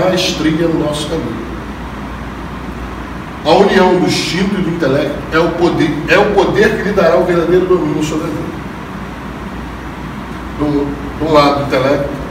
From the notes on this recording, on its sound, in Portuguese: Trechos da Palestra Realizada no Coquetel da Ordem dos TributÃ¡rios